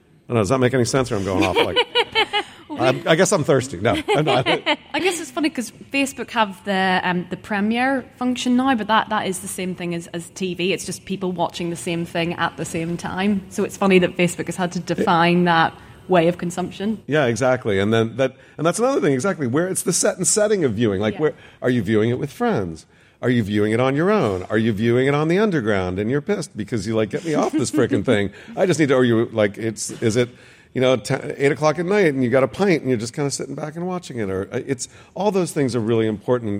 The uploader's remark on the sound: This episode was recorded live at VidCon London.